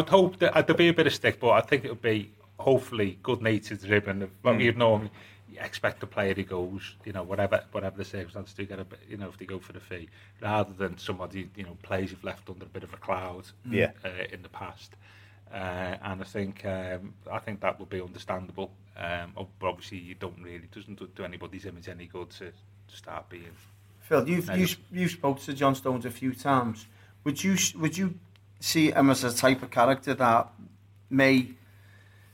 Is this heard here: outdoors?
no